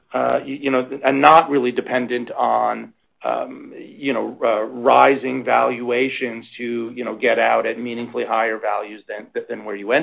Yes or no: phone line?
yes